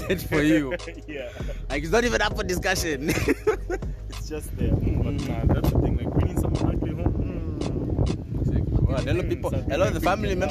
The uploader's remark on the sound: Apologies for the Wind in the background